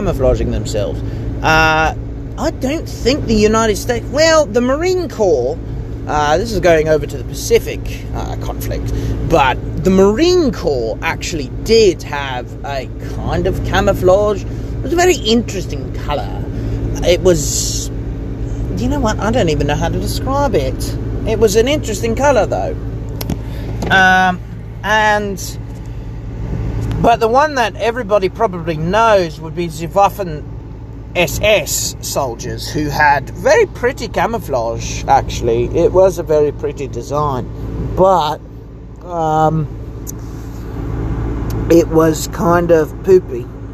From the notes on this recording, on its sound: I ramble about things in the car once more